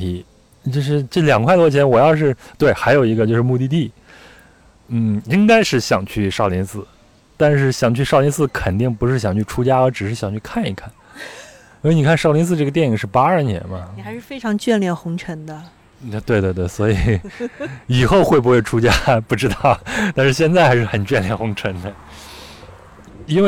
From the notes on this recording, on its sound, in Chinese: 录制地点在北京房山区大石河畔，您能听到树上的蝉鸣、马路上的车声和不远处游泳的小孩子们的喧闹。